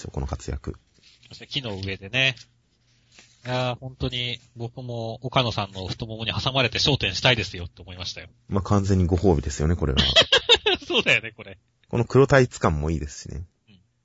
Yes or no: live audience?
no